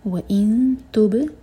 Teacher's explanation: با پر قلقلہ، اور جب با پر پہنچیں تو ہوٹ گول نہ رہیں، تا دوما کے لیے ہوٹ گول ہوں گے، با پر فلیٹ کر لیں.